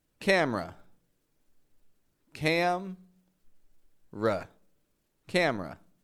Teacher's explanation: Again, I'm dropping the E from this word. Camera. I'm not saying camera, but a real quick, real short camera.